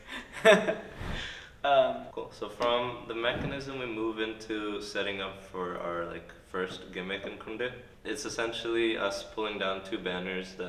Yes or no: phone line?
no